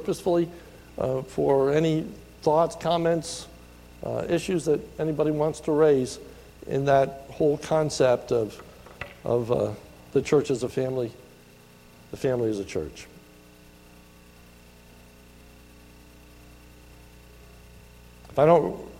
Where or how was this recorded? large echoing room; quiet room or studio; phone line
large echoing room